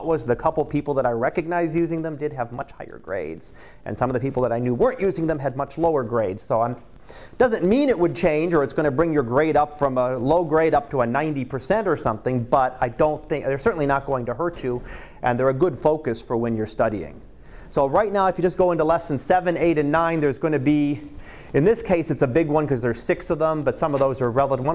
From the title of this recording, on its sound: Live Class Lecture